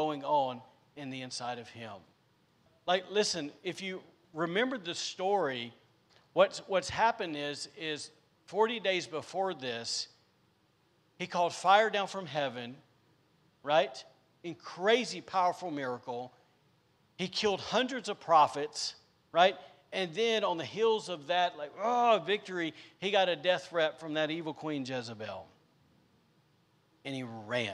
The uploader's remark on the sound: recorded on Sunday, December 12th, 2021, during service at The Anchor Church in Rockport, Maine.